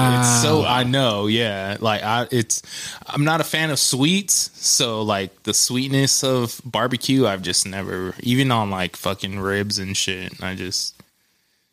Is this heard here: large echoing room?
no